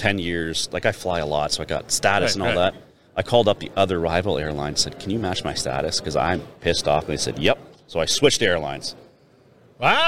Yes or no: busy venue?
yes